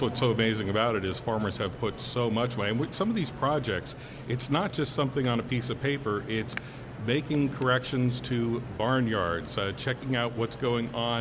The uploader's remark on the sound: Smart Talk live from 2017 Farm Show! Smart Talk makes our annual visit to the Pennsylvania State Farm Show for a live broadcast Tuesday.